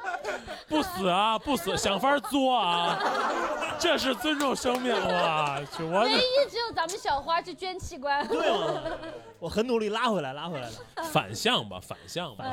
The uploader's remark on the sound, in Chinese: 能在现场看到大家真是不容易呀